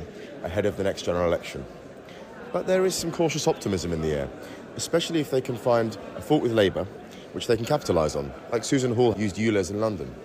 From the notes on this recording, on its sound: This episode is the second in a series of on-location special dispatches from the party conferences. While in Manchester, Cratus spoke to a number of party members.